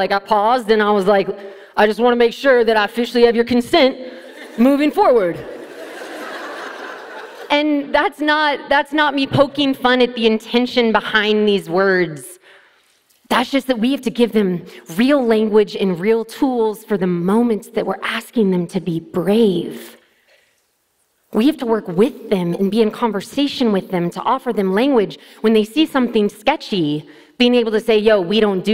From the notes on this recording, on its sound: TEDxUniversityofNevada. This talk was given at a TEDx event using the TED conference format but independently organized by a local community.